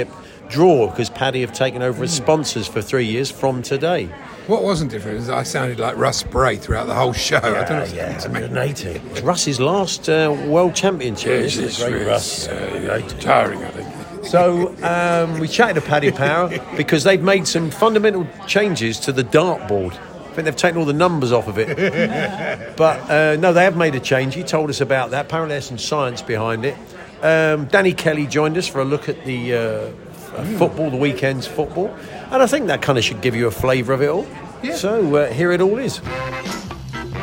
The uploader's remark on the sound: live from Oche The Strand where The World Darts Championship draw took place